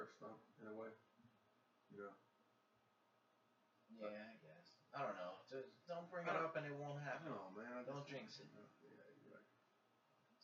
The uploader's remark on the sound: Excuse the lack of sound. Technical difficulties.